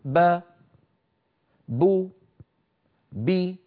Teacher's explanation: زمن نطق الحرف المفتوح يساوي زمن النطق المضموم يساوي زمن النطق المكسور، بدل ما أقول مفتوح ومضموم ومكسور أقول حركة، أقول حركة، حركة يعني ما يهمني إن كانت الحركة فتحة أو ضمة أو كسرة.